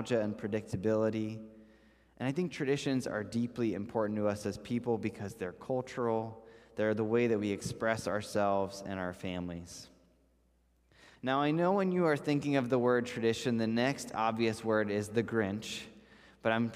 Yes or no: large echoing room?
yes